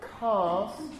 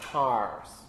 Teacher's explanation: Most American speakers, with very few exceptions, produce the R at the end, well, after a vowel, a post-vocalic R. · Shown in: second take